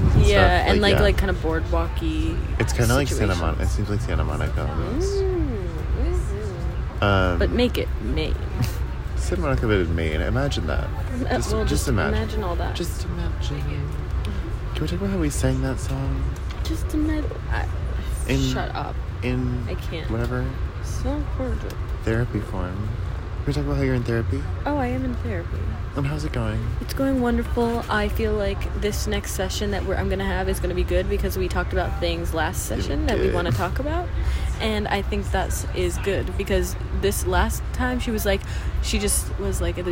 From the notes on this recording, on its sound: We figured we would just record on the train because...